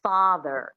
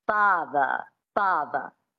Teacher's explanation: in this accent, the transatlantic accent, you drop the R and you make it a schwa · Shown in: second take · which is a phonetic symbol for an unstressed syllable, like a primitive grunt. · Term: non-rotic